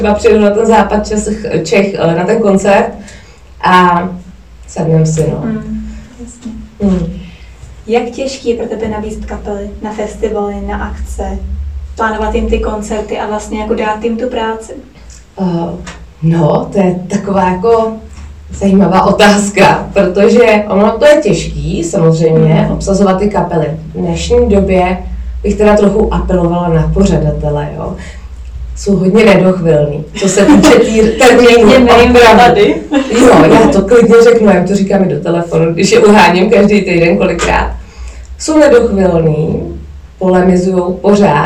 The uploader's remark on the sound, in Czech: Omlouvám se za sníženou zvukovou kvalitu, při nahrávání se vyskytly technické potíže.